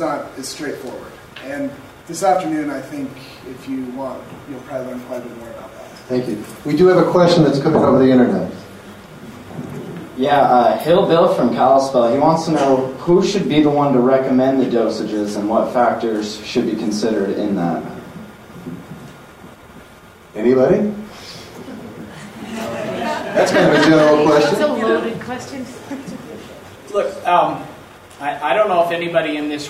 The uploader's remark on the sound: Here is part 2 of the audio from the Helena Montana Medical Growers Assocation Cannabis Symposium that I went to back in September